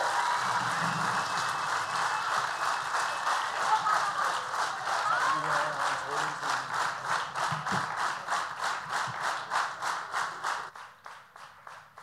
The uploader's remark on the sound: Live fra Jelling festival.